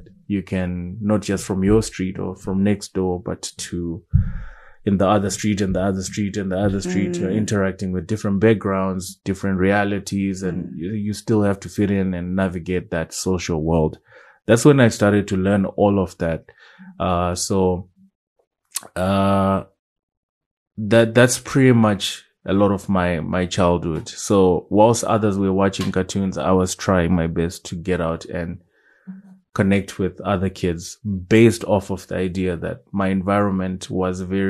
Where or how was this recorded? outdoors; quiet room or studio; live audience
quiet room or studio